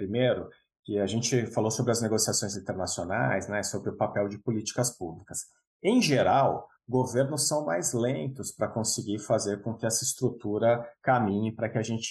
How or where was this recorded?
video call